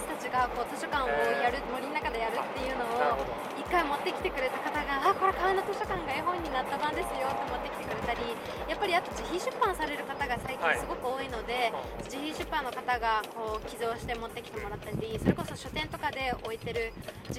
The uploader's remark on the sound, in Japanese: 多摩川河川敷（二子玉川）にて公開収録を行いました。